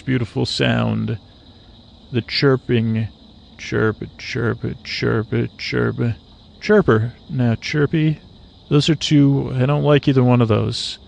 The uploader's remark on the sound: On Location. An ambient episode recorded on the edge of dusk in Florida. Listen and comment on the sounds of the swamp.